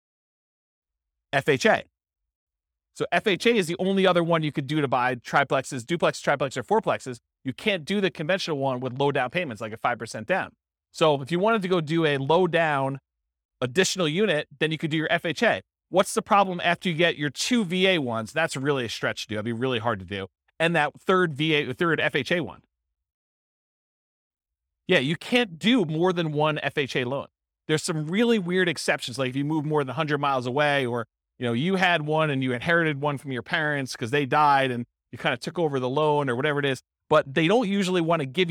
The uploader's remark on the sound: This was a live class recorded